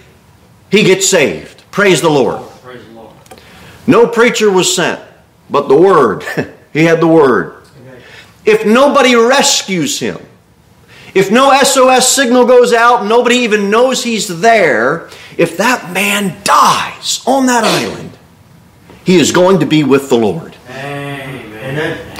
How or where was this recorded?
large echoing room